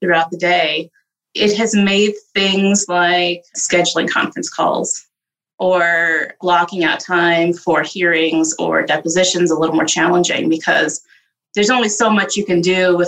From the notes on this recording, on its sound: Recorded zoom edition.